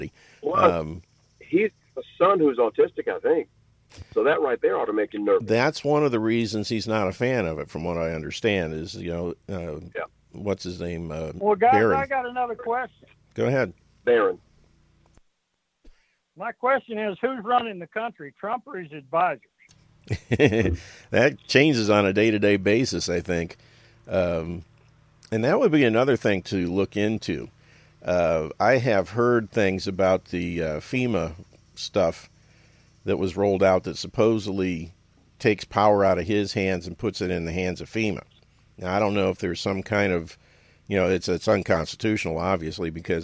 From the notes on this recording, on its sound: joins the call and after some technical issues are solved